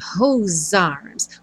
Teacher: Como o E do whose não é pronunciado, você imagina que o whose termina com som de S, já vai juntar no arms, então, com som de Z.